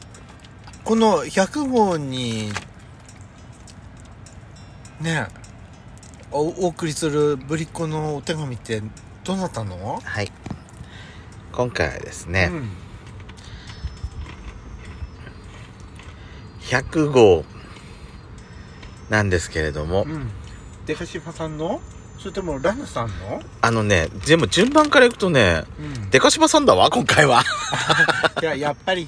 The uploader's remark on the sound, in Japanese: パーキング収録